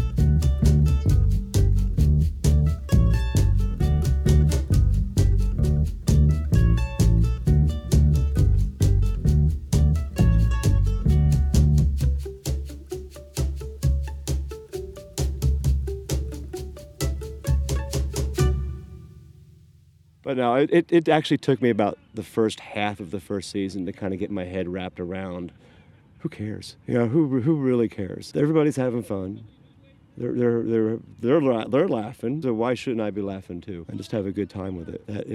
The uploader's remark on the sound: This episode was recorded at Patterson Park in Austin, TX